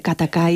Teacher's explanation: Katakai tiene unos sonidos oclusivos muy fuertes, muy cortantes, mientras que heiwa, que asociamos más con guerra, ¿no?, mientras que heiwa tiene unos sonidos mucho más suaves que asociamos con paz.